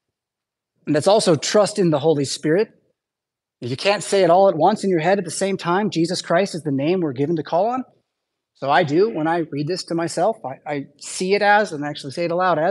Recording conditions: large echoing room